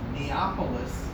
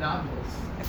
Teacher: in Arabic, yeah, they can only pronounce the B sound, not the P sound · Shown in: second take